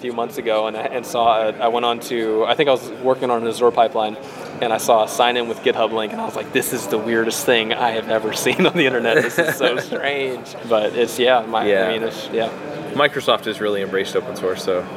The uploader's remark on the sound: React Round Up at JAMstack Conf SF 2019